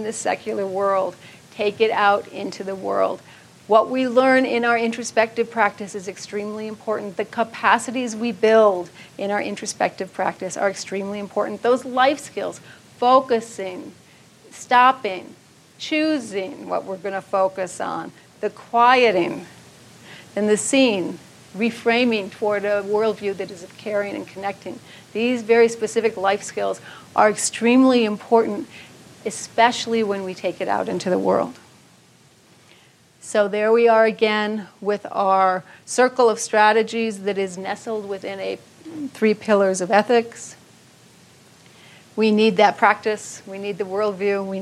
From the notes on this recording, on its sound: keynote from the 2014 Buddhist Geeks Conference